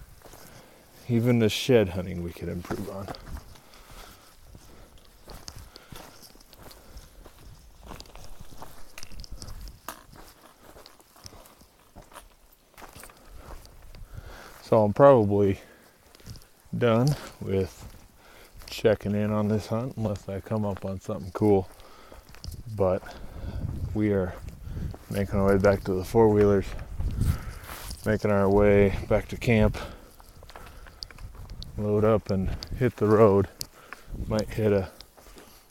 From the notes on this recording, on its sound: In this episode you will follow me around the woods of Unit......a trophy unit with big bulls everywhere and we are looking for sheds. We recorded this in the field.